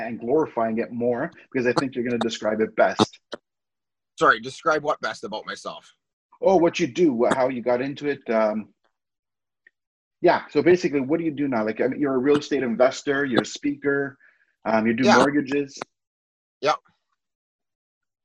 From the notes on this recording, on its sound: In this Zoom Recording